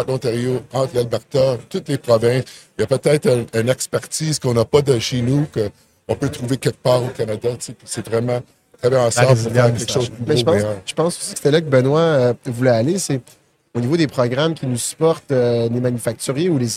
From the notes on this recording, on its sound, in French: En direct du N3 Summit Toronto.